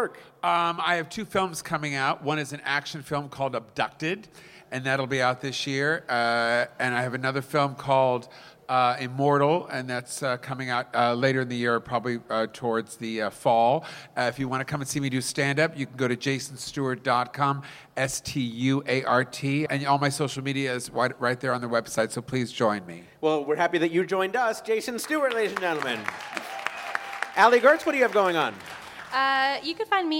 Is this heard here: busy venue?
yes